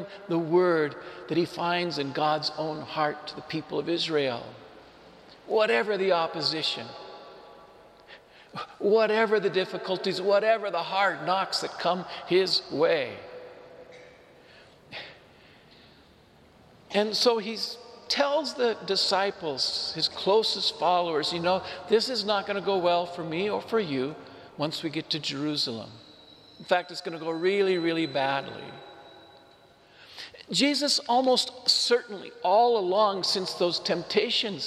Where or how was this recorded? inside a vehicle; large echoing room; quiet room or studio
large echoing room